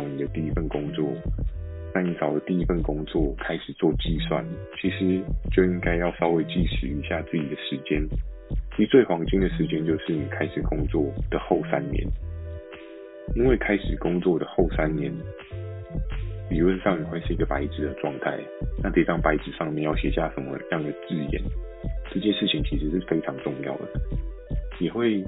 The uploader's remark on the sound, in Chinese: 由於首度製作，可能有些錄音技巧不夠純熟請多包涵